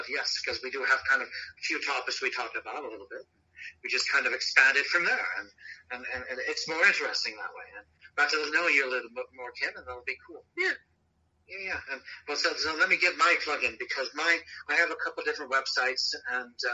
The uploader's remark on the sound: This episode was recorded over the phone so the quality